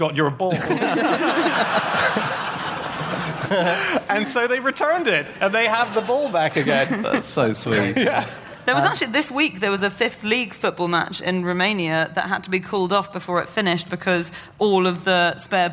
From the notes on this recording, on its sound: Live from the Cheltenham Literature Festival